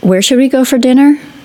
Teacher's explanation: With a rising intonation, could be asking for a repetition of information I already had at some point in the past.